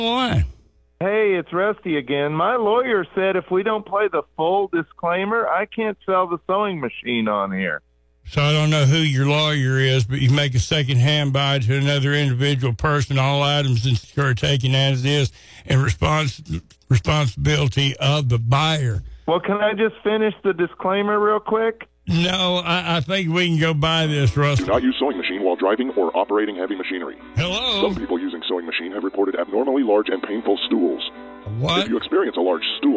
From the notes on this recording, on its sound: Phony Phone Call